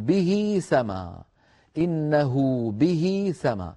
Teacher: فيطولون ضمة الهاء وكسرتها حتى يتولد من الضمة واو لفظية ومن الكسرة ياء لفظية، وليست في الخط غير مكتوبة، وأيضا هي في الوصل وليست في الوقف. · Term: هاء الضمير